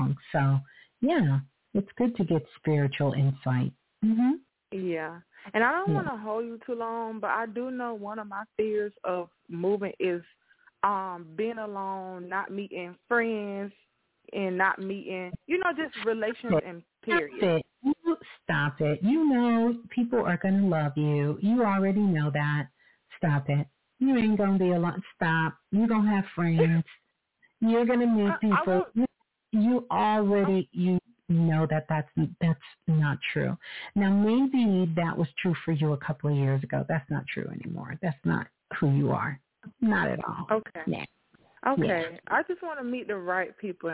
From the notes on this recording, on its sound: Sunday Live. Call In Show.